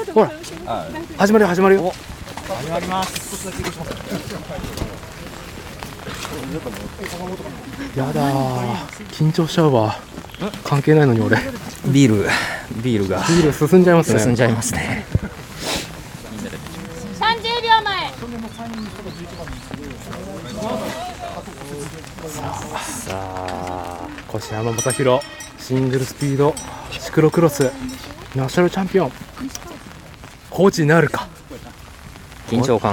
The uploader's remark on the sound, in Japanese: 屋外収録 シクロクロス全日本シングルスピード日本一決定戦で飲む。